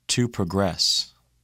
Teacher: In the following words, the nouns are stressed on the first syllable. The verbs are stressed on the second syllable.